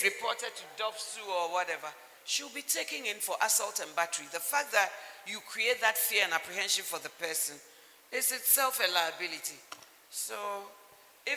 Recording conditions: large echoing room